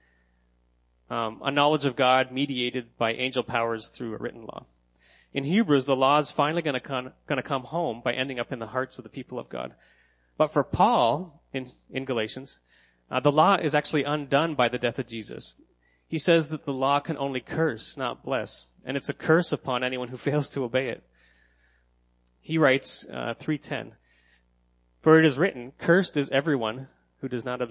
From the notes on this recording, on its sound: sermon that I gave at Next Church in Kingston